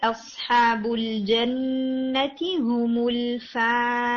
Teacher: یہ مد بھی آپ کی 4 تک جائے گی